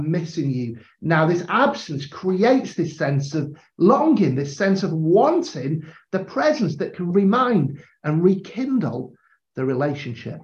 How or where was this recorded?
video call